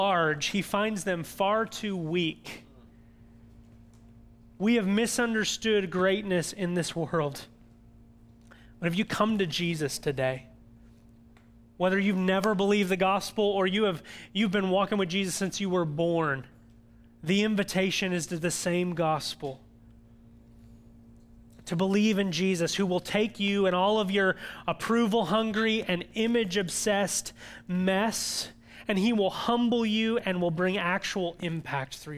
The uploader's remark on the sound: audio from New City Church in Champaign-Urbana, IL